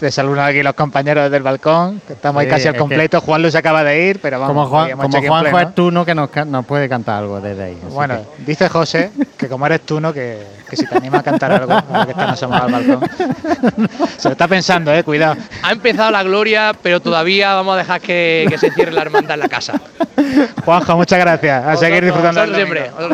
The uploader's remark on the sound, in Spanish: Retransmisión en directo del Domingo de Resurrección en Jaén en el año 2023. Hermandad del Resucitado.